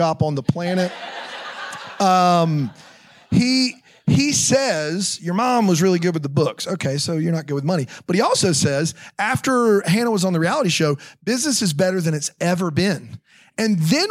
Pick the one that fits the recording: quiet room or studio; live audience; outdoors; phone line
live audience